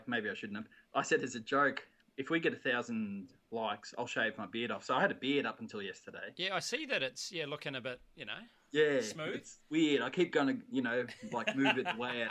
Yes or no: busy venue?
no